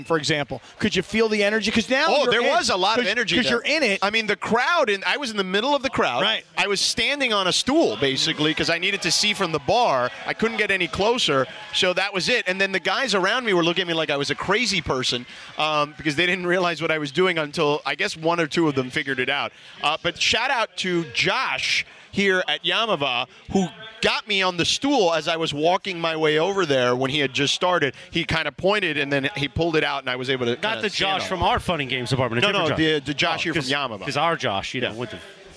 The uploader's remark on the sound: LIVE from Yaamava Resort & Casino